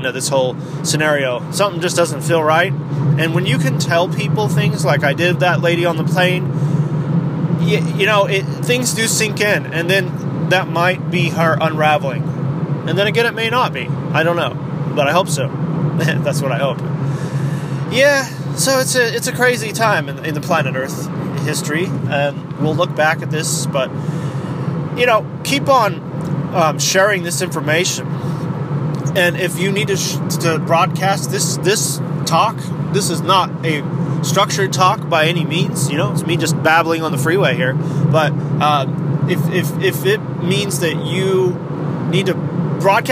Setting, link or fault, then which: setting, inside a vehicle